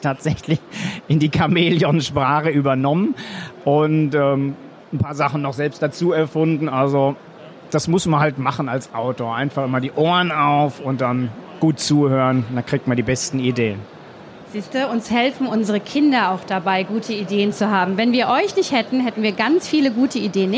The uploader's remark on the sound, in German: Der Podcast von Kids für Kids live von der didacta 2022. Auf der didacta 2022 in Köln. Mutige kleine und große Messegäste stellen ihre Fragen zum Buch.